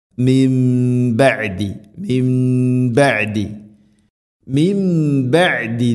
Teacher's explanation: സാക്കിനായ നൂന് ശേഷം ബ ആണ്, നൂനിനെ മീമാക്കി മാറ്റണം. · Term: ഇഖ്ലാബ്